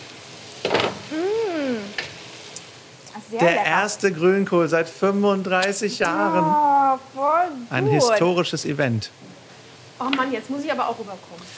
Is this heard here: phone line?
no